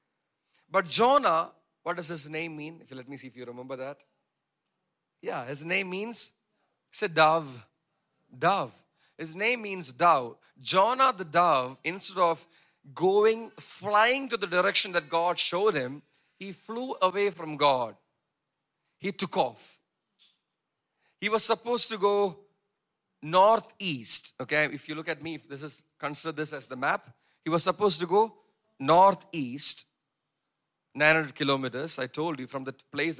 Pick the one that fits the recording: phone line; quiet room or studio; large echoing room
large echoing room